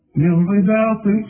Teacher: انا بقول لك اسقط النون دي من النطق، والعلماء بيسموها ادغام كامل بدون غنه. هنقول من رباط، شوف، من بشبك النون مع الراء، من رباط الخيل.